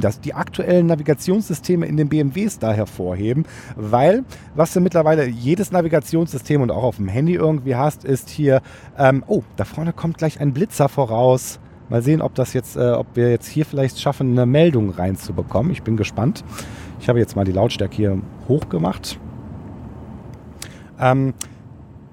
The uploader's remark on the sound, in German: Bevor ich die Folge im Auto aufgenommen habe.